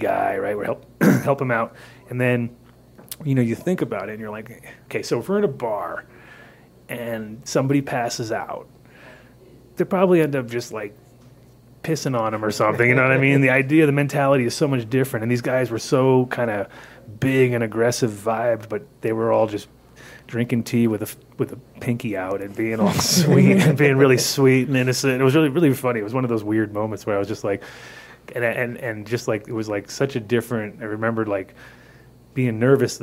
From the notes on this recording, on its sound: Live From The Coffee Joint